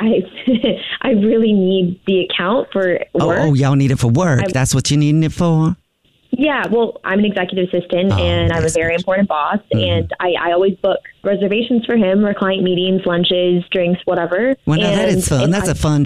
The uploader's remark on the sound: Phone Prank